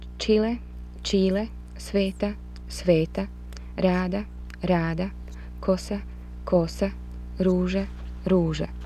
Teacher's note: Long rising versus long falling.